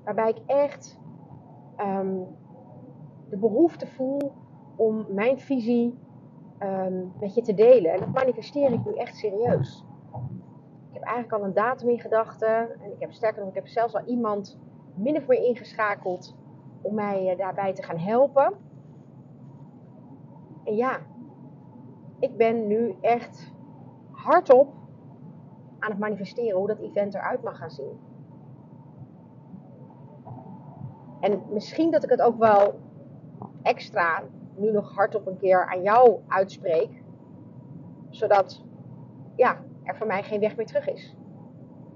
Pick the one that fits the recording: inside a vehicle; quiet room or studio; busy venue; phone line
inside a vehicle